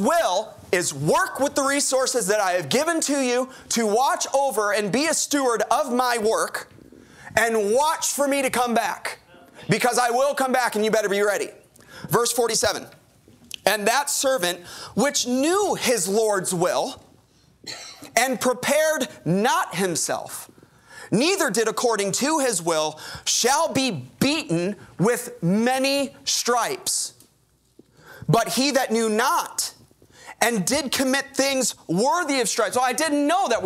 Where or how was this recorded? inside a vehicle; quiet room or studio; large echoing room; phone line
large echoing room